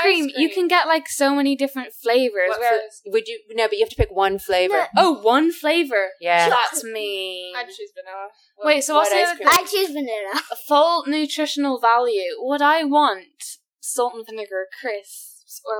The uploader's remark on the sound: Some mic issues - apologies for that.